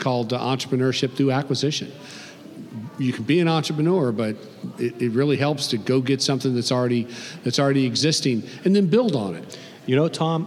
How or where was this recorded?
busy venue